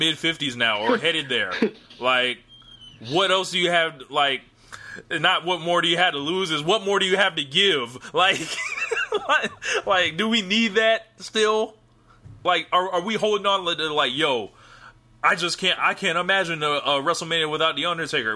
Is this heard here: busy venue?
no